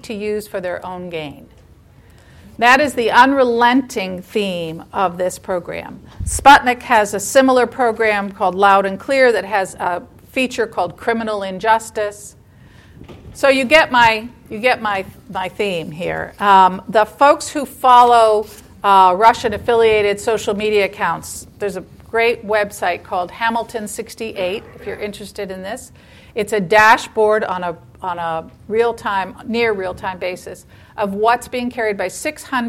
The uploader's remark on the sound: LIVE at the ABA Annual Meeting